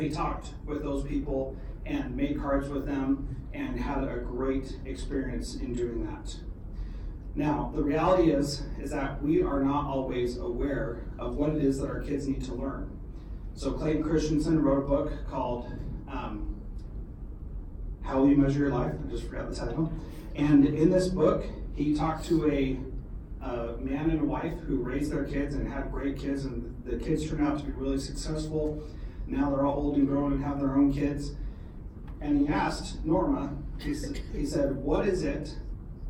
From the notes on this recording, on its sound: This is a keynote that I presented for the Alaska Society for Technology in Education Conference in February.